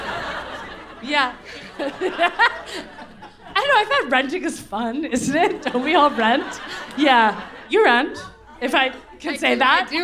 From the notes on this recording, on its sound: Live from New York—it's our sold out show at the Bowery Ballroom!